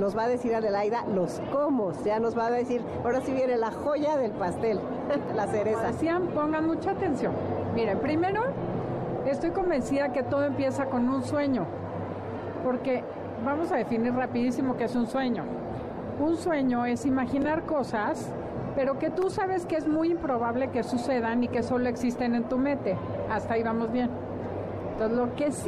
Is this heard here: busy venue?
yes